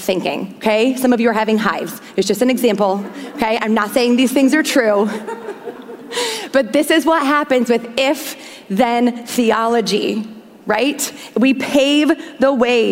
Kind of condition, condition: setting, large echoing room